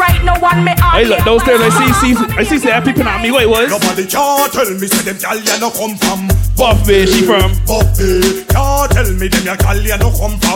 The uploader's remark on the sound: LIVE AUDIO FROM 'BIBBERS CRUISE: BIG MOUT DRINKS - THE COOLER CRUISE'. MV DREAMCHASER BARBADOS.